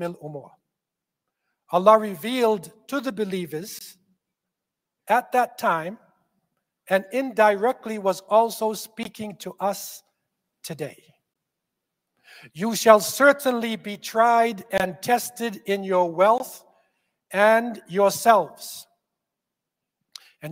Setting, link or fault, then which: setting, large echoing room